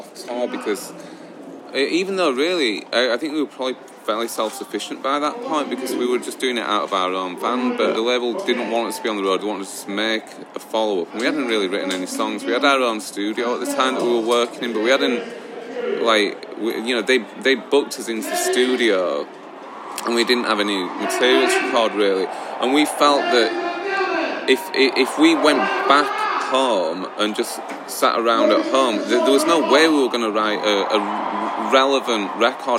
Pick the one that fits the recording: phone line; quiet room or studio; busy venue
busy venue